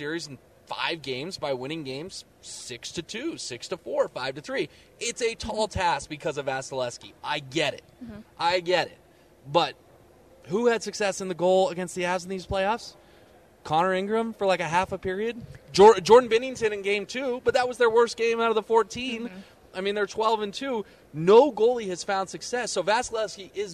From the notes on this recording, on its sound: Live from the NHL Stanley Cup Final Media Day! The crew is live from Ball Arena ahead of the NHL Stanley Cup Final Media Day.